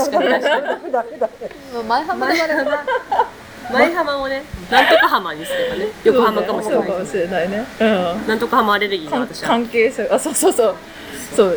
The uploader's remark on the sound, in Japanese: 結婚式直後に式場収録